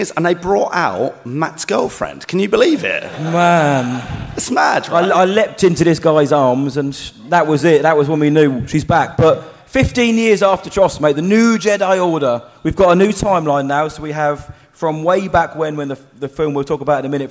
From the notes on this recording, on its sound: We went LIVE at Star Wars Celebration with our panel on the Holonet Stage and HERE is the panel itself! Get the audience involved too. ALSO, our Bib's Bash live appearance and quiz is included.